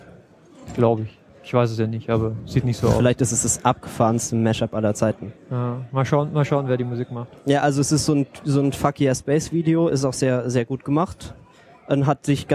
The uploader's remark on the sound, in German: dieser auf dem 30C3 aufgezeichneten Sendung